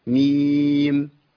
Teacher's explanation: الميم الأولى مكسورة وبعد كده ياء مادية وبعد كده ميم في الآخر ساكنة